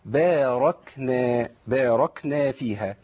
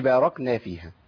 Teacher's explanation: والكاف لا تخرج الا بالهمس · Shown in: first take